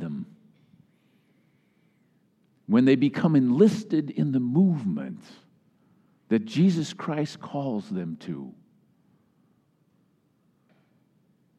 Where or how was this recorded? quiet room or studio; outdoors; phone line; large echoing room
large echoing room